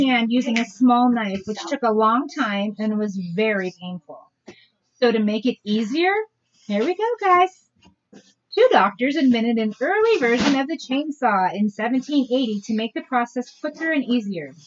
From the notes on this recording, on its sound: sorry for his babbling in the background